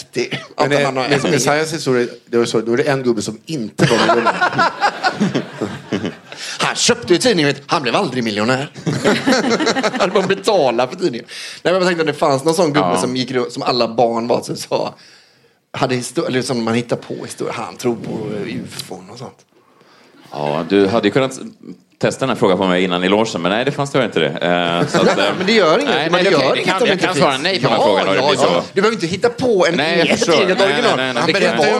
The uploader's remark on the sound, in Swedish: Live på Scala